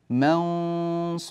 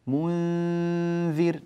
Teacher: لاحظوا الغنة كانت مفخمة في الصاد لكنها مرققة في الذال